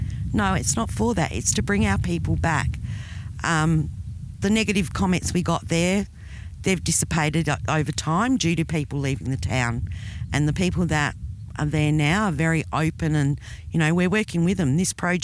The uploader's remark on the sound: In our interview recorded on the banks of the Cooper Creek. Recorded on Yandruwandha Yawarrawarrka Country.